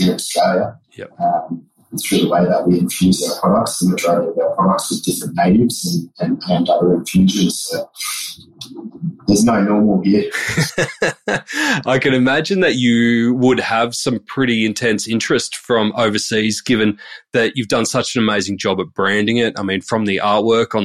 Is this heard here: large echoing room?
no